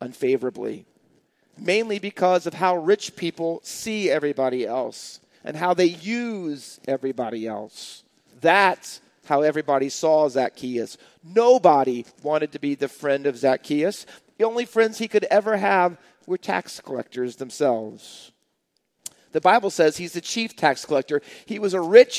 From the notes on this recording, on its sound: Faith Baptist Church in Hamilton, NJ.